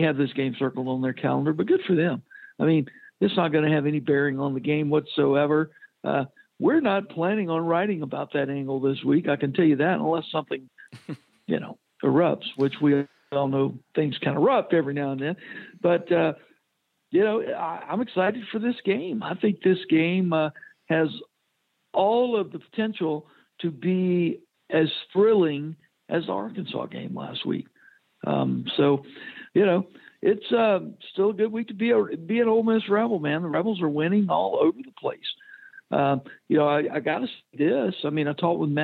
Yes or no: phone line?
yes